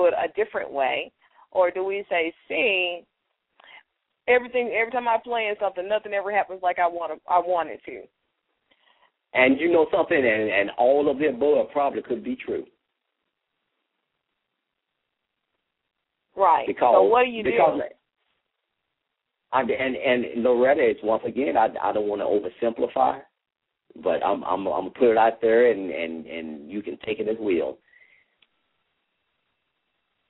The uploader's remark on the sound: LML uses a progressive live call in format.